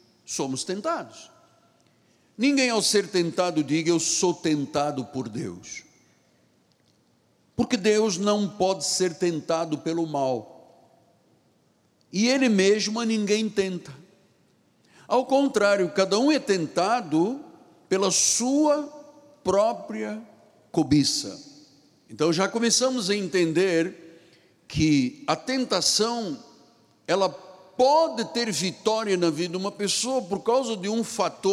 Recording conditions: large echoing room